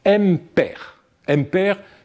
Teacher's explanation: les consonnes ayant une fonction syllabique sont précédées par ce qu'on appelle techniquement une résonance non phonémique qui précède l'articulation de la consonne. Cette résonance non phonémique n'a rien à voir avec la voyelle grecque ou même avec nos voyelles qui, elle, produit une résonance phonémique.